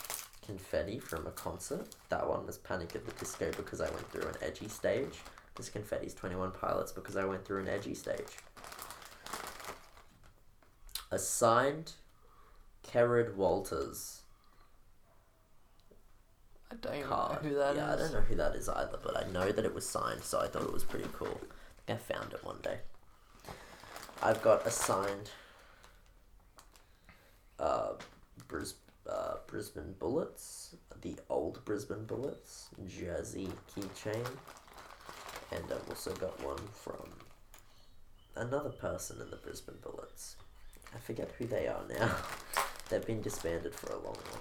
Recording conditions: sounds in the background